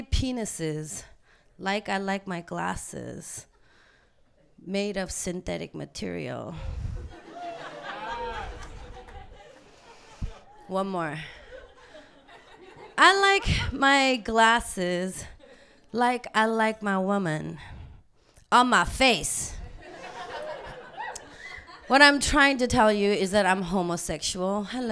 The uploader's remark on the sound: A previously recorded evening of storytelling and otherwise.